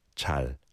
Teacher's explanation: The liel sounds a bit too much like an L, so it'd be 잘, 잘, rather than 잘. It's not a dark L. It doesn't have the pronunciation in the back of the throat like ul. It's more 잘, l at the front of your mouth.